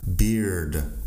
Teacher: Así que la palabra beard, tienes que pronunciar la B, la R, la D, y luego el diptongo en medio, ia, beard.